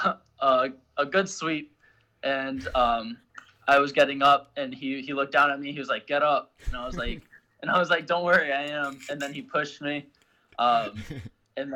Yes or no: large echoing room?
no